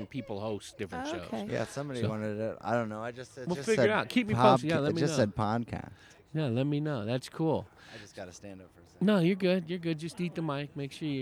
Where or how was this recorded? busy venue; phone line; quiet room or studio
busy venue